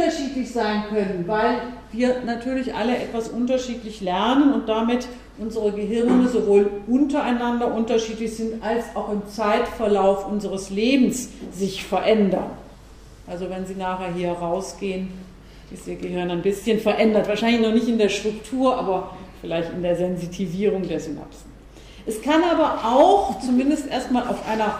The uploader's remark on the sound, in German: Mitschnitt des Vortrags. Universität Innsbruck.